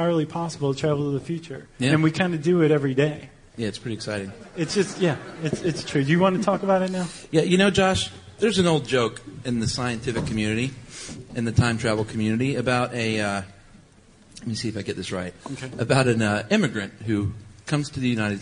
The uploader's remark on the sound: Live at SD Comic-Con. Along with a live audience at the 2012 Comic-Con.